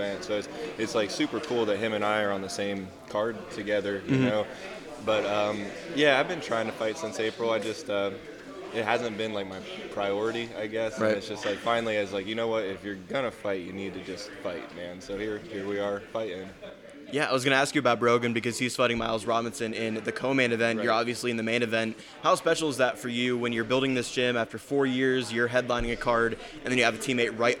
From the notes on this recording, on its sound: Forged in Ohio's first-ever live show took place at the Caged Thunder 23 pro weigh-ins! From the Chapparells Center in Akron, Ohio.